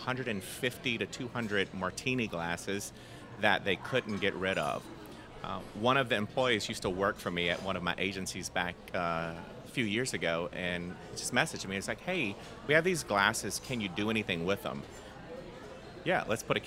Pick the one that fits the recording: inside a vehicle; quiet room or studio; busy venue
busy venue